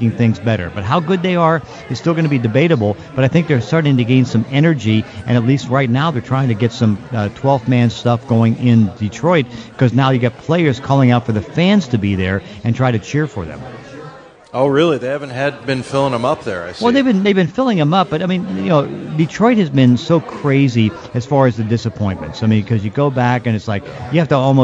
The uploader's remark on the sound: live at Pearl Bar and Dining in Bellevue's Lincoln Square